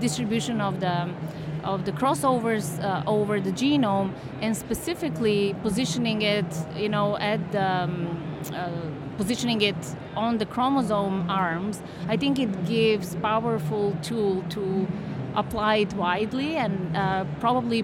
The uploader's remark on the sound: Live from ESHRE 2023.